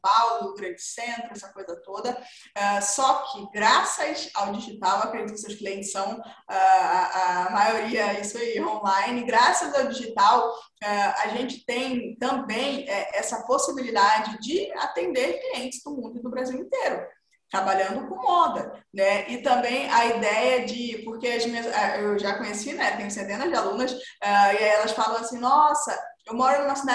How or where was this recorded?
video call